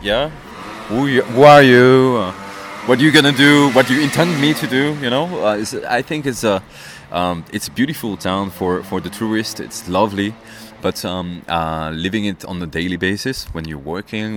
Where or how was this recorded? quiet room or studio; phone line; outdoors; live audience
outdoors